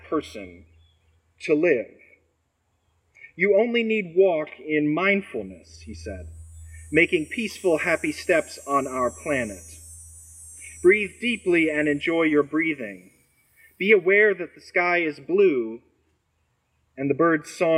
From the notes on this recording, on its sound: Recorded on Sunday, August 14, at the outdoor worship service.